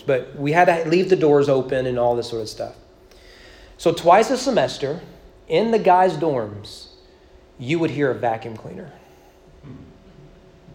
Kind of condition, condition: setting, large echoing room